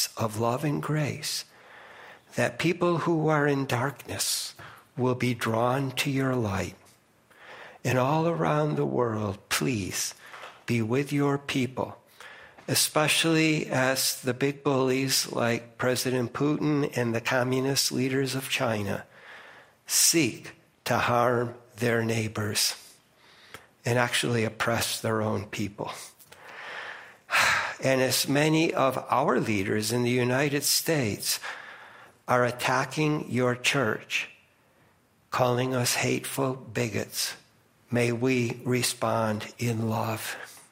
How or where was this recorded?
large echoing room